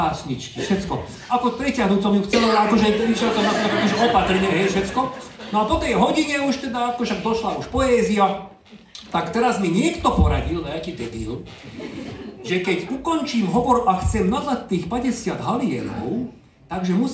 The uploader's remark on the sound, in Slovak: LIVE Špeciál. Špeciálna epizóda z LIVE vystúpenia.